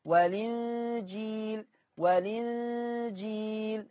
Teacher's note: يبقى لما هعمل النقل هتبقى المنطوق لام مكسورة